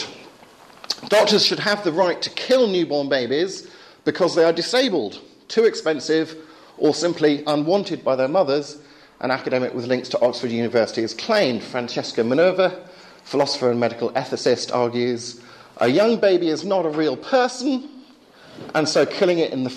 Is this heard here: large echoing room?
yes